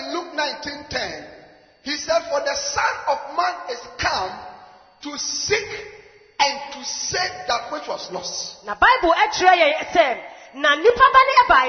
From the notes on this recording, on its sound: Preached at the Anagkazo Assemblies Cathedral